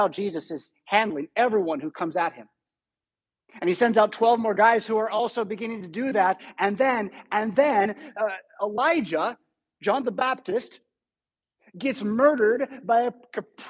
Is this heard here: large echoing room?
yes